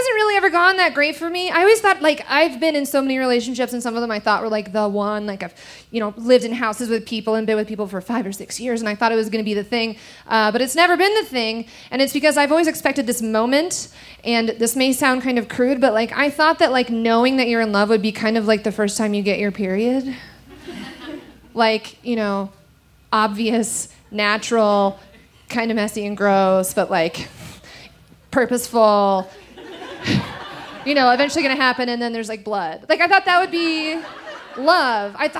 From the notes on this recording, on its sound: recorded live on 21 June 2017 at the Buntport Theater in Denver, Colorado.